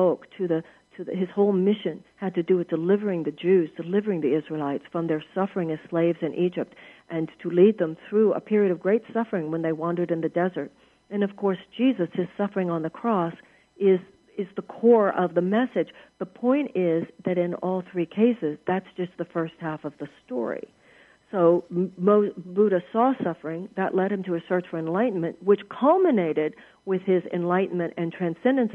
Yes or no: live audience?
no